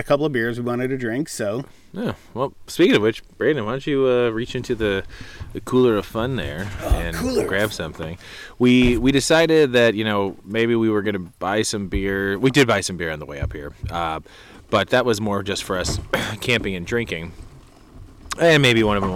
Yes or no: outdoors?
yes